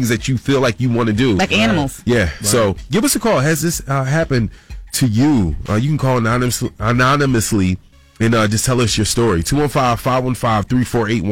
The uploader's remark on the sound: We opened up the phone lines for people to call in anonymously and talk about why they did/did not report.